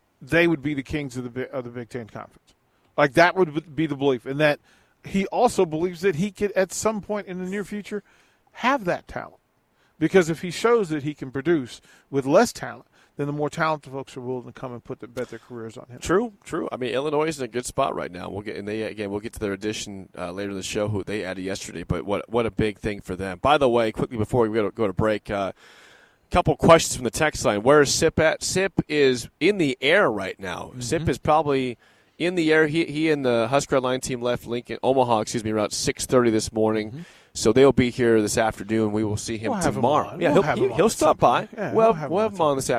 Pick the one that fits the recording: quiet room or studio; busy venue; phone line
busy venue